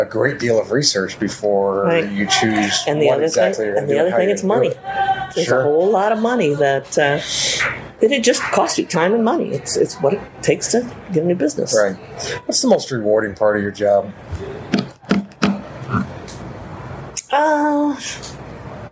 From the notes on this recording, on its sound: on this episode of Business Over a Brew from Elijah P's Burgers and Brews in Alton